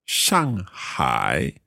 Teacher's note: So that's a fourth and a third.